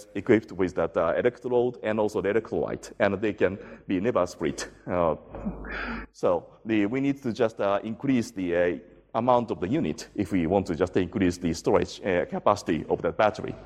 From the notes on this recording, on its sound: IFE Distinguished Visitor Lecture, recorded 17 August 2017 at QUT